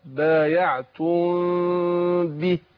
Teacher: عندنا إخفاء إخفاء شفوي الميم وبعدها الباء